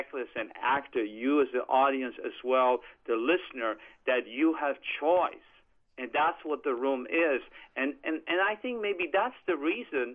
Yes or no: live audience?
no